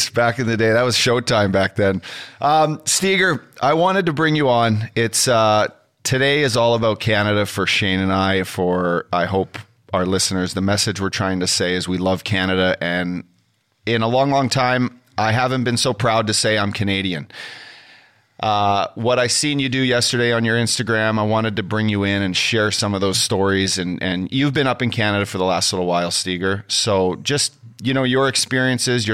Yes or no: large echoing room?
no